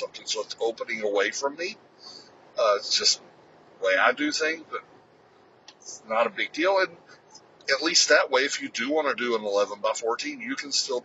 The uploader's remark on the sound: Trying a new format in that I recorded it on my phone during my daily commute.